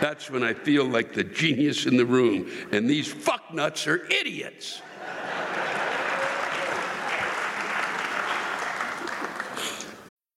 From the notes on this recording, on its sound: The live rants come from the Virginia Theater in Champaign IL on May 1, 2022.